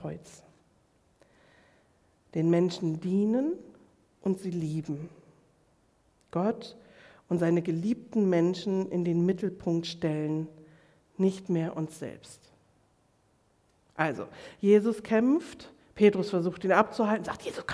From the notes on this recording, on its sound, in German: Predigt im Rahmen des GreifBar+ Gottesdienstes.